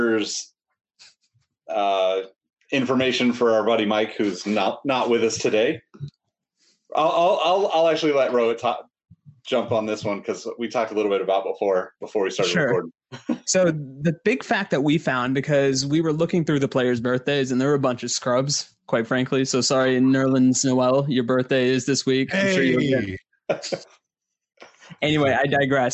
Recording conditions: video call